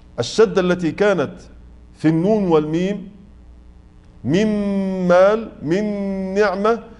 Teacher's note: مثلا لما أقول من مال، من نعمة، الفرق هو الشدة. الشدة التي كانت في النون والميم، من مال، من نعمة، جعلت الغنة كلها مستكملة في الخيشوم، مرتبتها أعلى · Term: غنة الإدغام